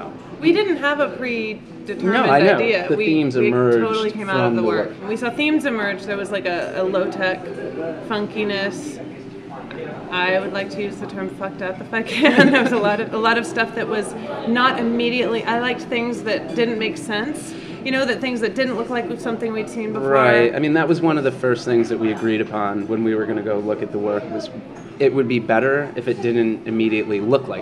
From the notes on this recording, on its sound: Were in town to jury the Vox Populi annual in July, 2018. The episode was recorded in July, 2018 at Vietnam Restaurant.